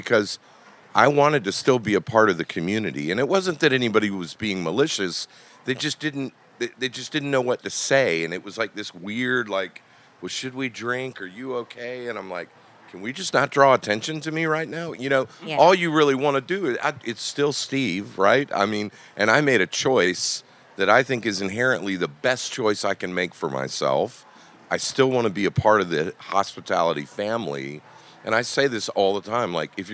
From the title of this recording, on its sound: at Charleston Wine + Food 2020